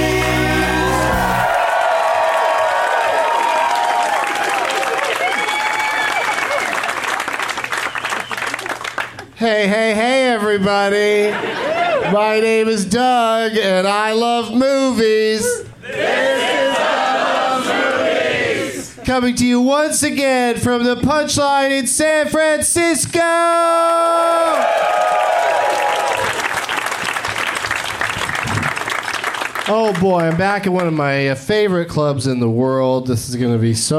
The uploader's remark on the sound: Live from The Punch Line in San Francisco.